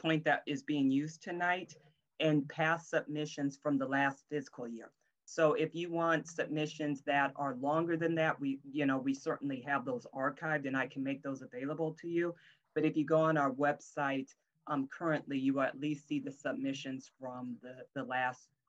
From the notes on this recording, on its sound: A Zoom presentation by the Iowa City Human Rights Commission.